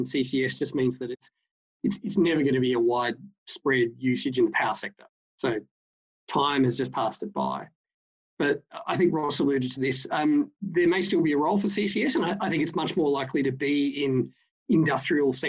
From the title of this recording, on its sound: Webinar recording